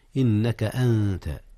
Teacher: هنا إخفاء يا أستاذنا. إخفاء النون قبل التاء إذ التاء من حروف الإخفاء